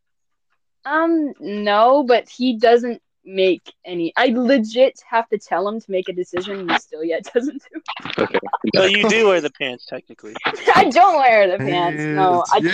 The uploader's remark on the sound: Audio might be a little bad